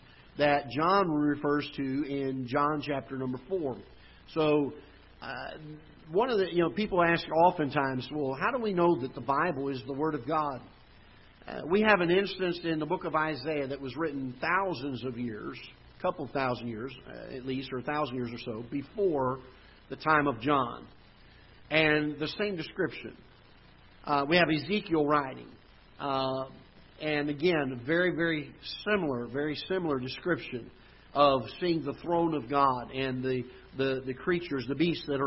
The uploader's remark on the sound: Ketha Heights Baptist Church ~ Live Broadcast